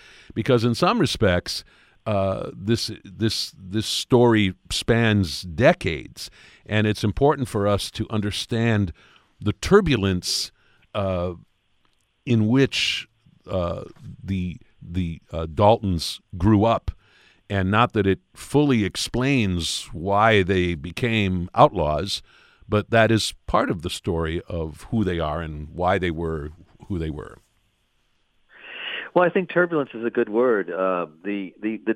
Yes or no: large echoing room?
no